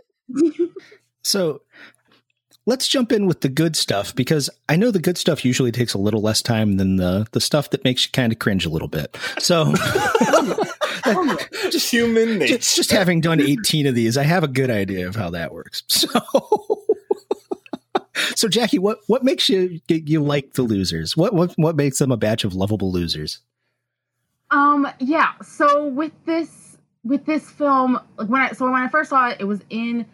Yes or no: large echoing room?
no